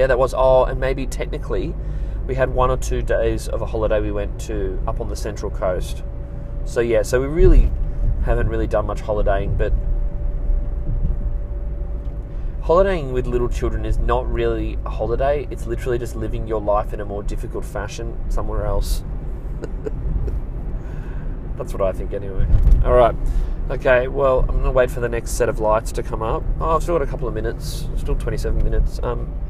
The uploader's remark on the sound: I'm back in the car